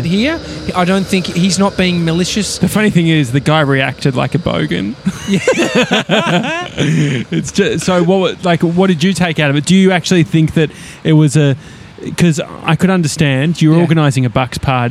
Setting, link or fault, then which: setting, outdoors